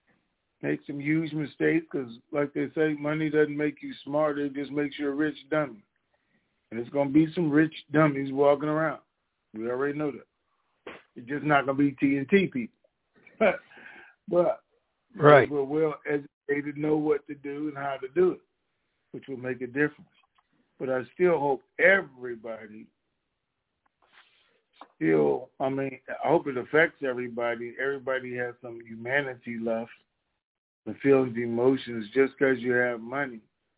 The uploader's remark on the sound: Conference Call